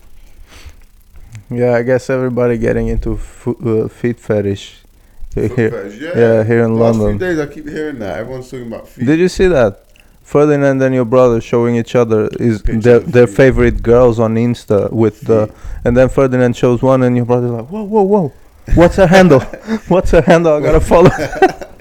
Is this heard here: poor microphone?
yes